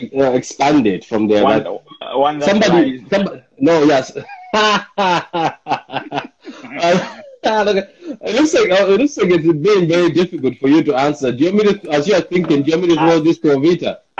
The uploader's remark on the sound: live on Instagram